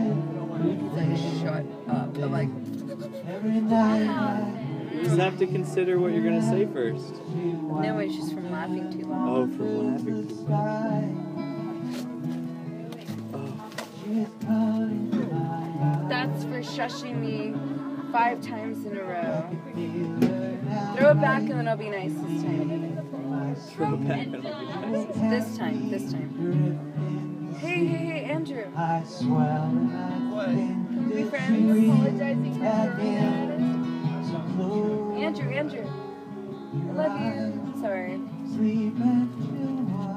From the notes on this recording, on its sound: Recorded live without explicit permission from the garden during the night sessions of Squidfest 2014.